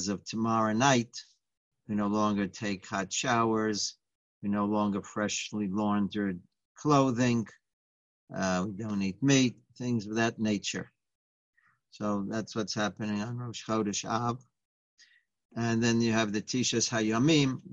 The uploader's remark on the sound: Live On Zoom: 7-20-2020